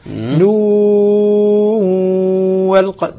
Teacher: بدايتها غنة ونهايتها غنة وما بينهما من الجوف